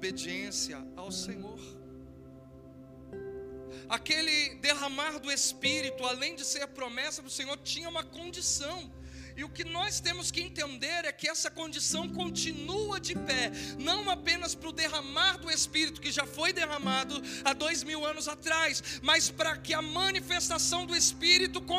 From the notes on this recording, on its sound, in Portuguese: Áudio do Culto especial Noite de Avivamento